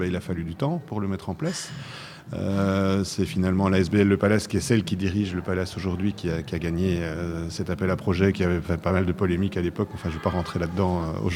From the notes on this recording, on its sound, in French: De 14h à 16h depuis le Cinéma Palace, où a lieu le Festival Cinéma Méditerranéen de Bruxelles.